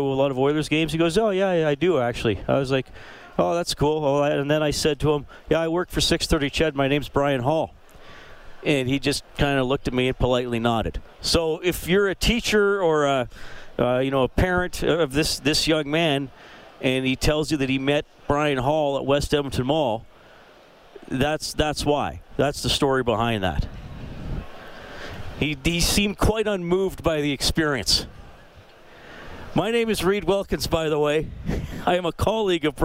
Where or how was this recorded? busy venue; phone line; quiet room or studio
busy venue